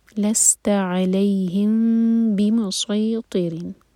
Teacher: را کے نیچے کسرہ تو باریک را ہوگا